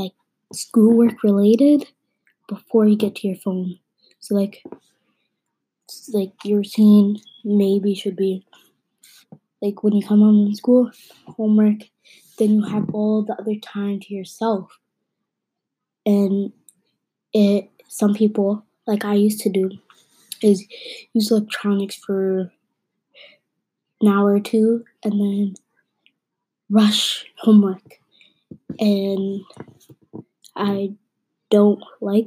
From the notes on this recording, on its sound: Sorry if audio is bad, also sorry for the clicking noises.